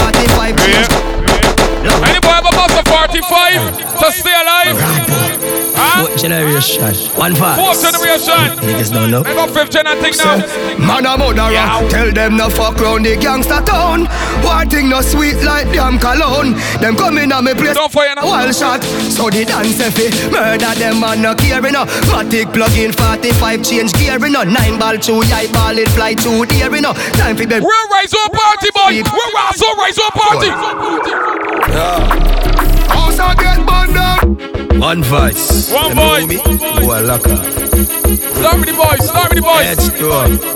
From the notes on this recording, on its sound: BDAY PARTY LIVE AUDIO